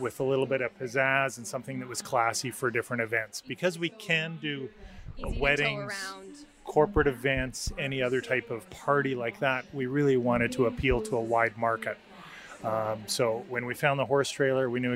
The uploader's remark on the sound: Visits The Nomad Box Bar at Fibre Fest!